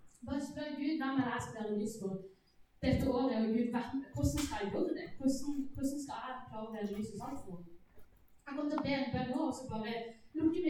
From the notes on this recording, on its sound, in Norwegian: Beklager, dårlig lydkvalitet.